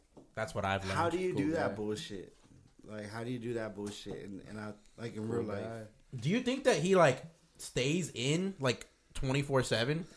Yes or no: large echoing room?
no